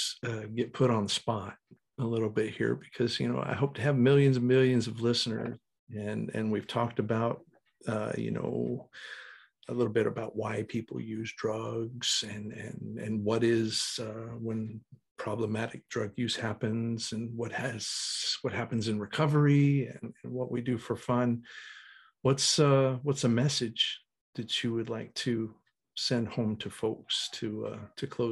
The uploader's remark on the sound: Recorded 12.22.2021 from Raleigh, NC & San Francisco, CA on Zoom